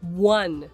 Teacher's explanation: 実は1の前に小さい「う」が入る感じそして最後に「n」を添える感じ